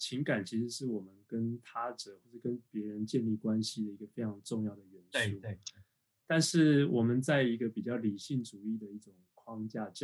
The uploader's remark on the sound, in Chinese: 錄音的品質不是很好，很抱歉，還在學習中。